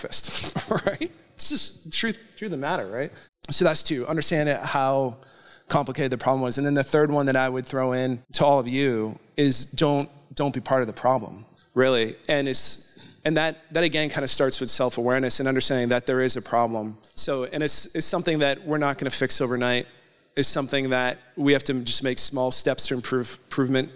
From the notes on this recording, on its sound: Took to the stage at the Northeast Collegiate Cyber Defense Competition (NECCDC), hosted at Champlain College, where they presented an episode of PWNED in front of a live audience.